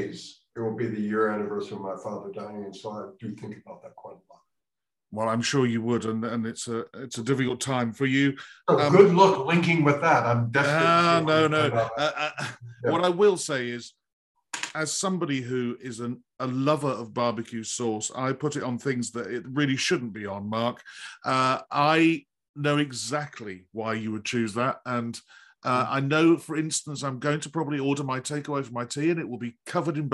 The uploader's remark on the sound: This interview was recorded on 1st December 2021 via Zoom.